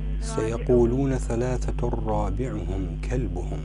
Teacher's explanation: يدغم التنوين في الراء